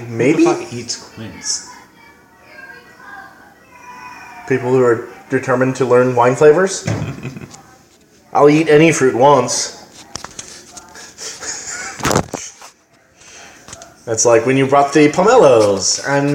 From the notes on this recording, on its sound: In the kitchen while he cooks as we take audio notes on this wine for my Noise article.